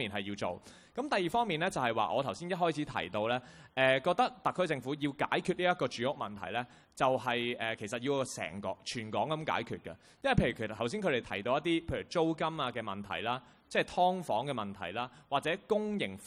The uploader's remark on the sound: 舉行地點: 維多利亞公園涼亭 Venue: Band Stand, Victoria Park.